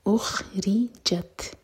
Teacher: را کے نیچے کسرا تو ری باریک، اخرجت. تا پر سکون ہے تو تا پر ہم سانس جاری رکھیں گے، یعنی کہ ہمس کریں گے.